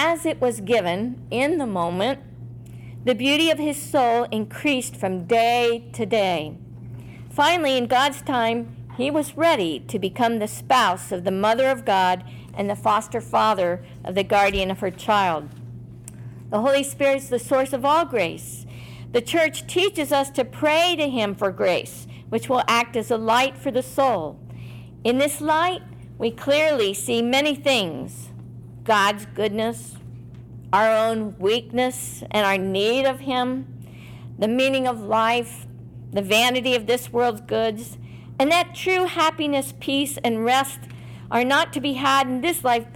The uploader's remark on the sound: In this “live” presentation given to the Secular Order of Discalced Carmelites in Dayton, OH at their general meeting.